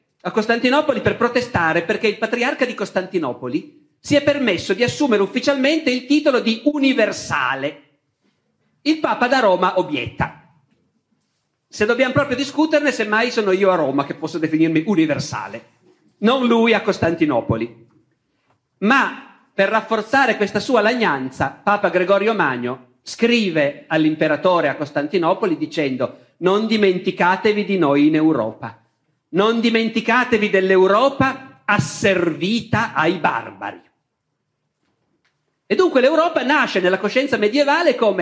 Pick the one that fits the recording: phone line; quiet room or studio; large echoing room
large echoing room